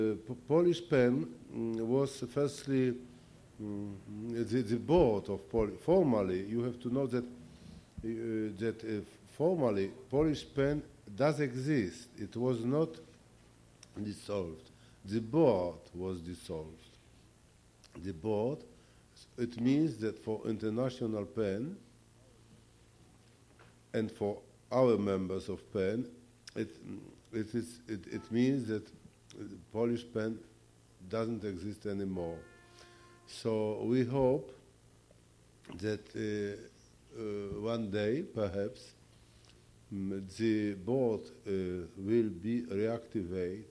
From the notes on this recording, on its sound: Bilingual Reading and Discussion with Polish Poets. Read their poems to the audience.